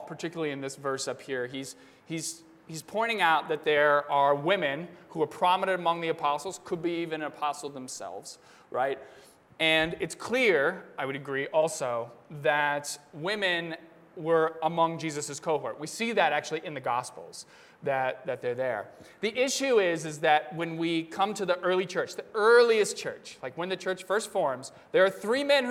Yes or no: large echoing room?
yes